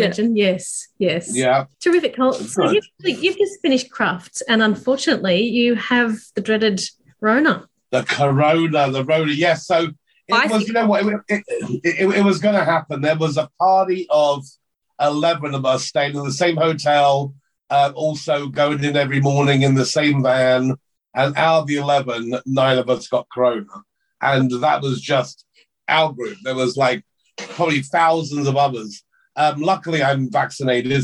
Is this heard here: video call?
yes